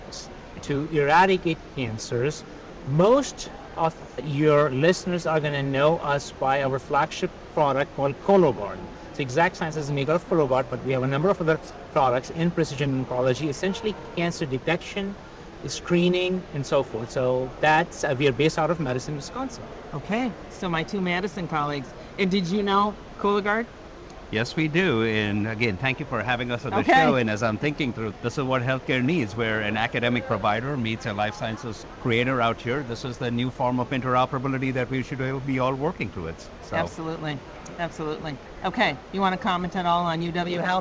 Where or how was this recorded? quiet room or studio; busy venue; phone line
busy venue